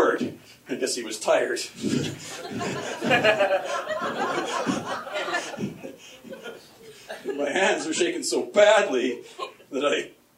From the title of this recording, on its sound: Stand Up, Live at the Comedy Factory